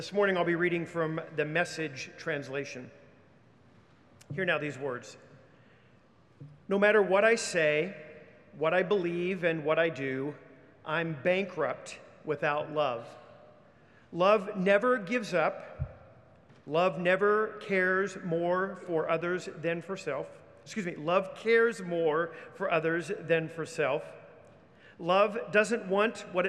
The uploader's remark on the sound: Recorded live during the Sunday worship service.